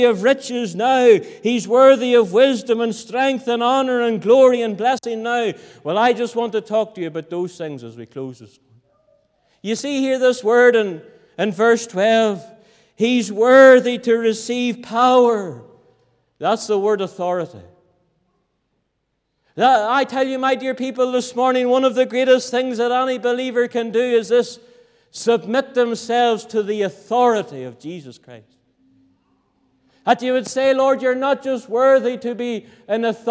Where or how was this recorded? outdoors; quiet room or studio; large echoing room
large echoing room